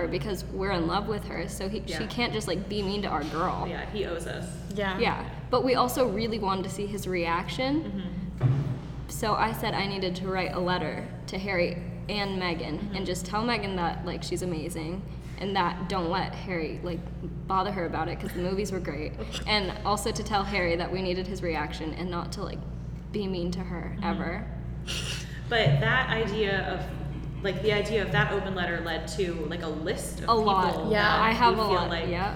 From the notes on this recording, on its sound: This episode was recorded LIVE in front of an audience at "Bare Bones Café," a special exhibit at the Rockwell Museum in Corning, NY.